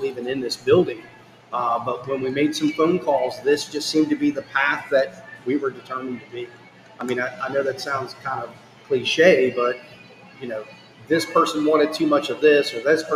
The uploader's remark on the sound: travel on-site to Holston's Baking Co.